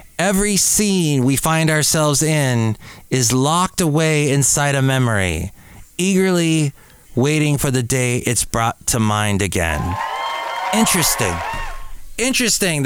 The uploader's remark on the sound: podcasts live from Cafe Anyway